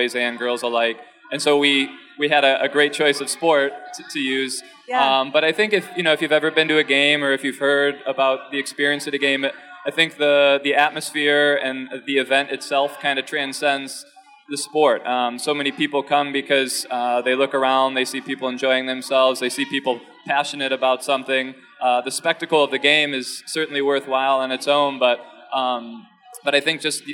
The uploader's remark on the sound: Recorded live at the Motor City Woman’s Podcast Brunch as part of the Detroit Podcast Festival.